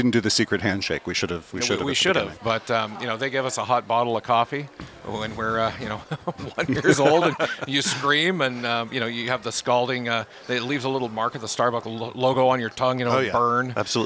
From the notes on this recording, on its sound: Recorded live at Advertising Week New York 2023